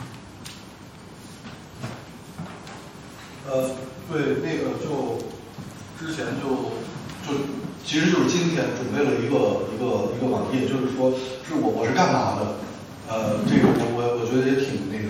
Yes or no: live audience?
yes